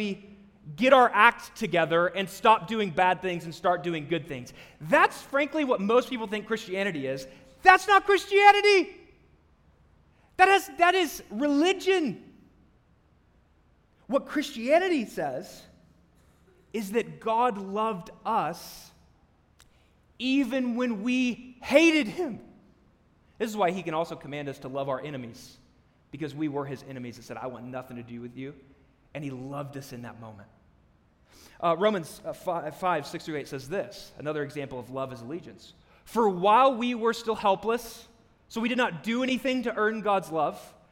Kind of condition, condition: setting, large echoing room